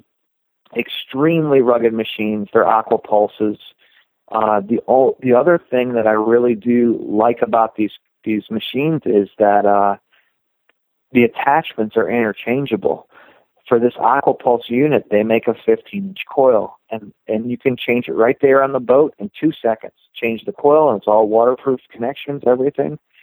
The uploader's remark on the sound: telephone interview